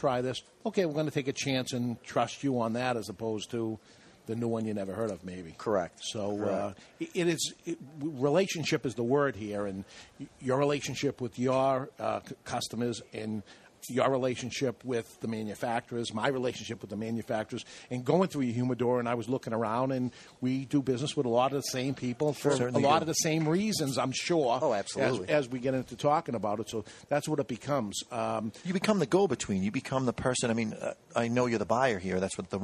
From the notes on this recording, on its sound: The Cigar Authority took the show on the road as we broadcasted live from Mickey Blake's in Southington, CT.